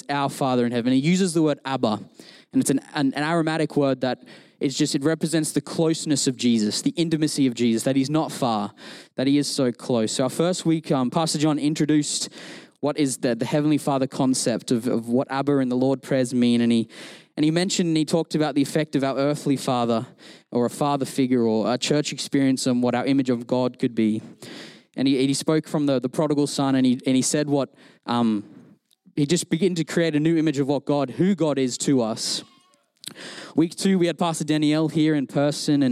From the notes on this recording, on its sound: Recorded during our Melbourne East service